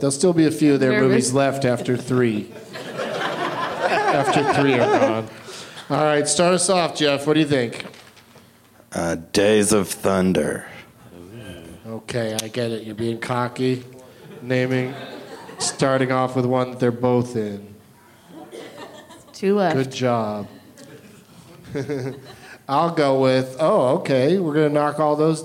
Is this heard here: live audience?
yes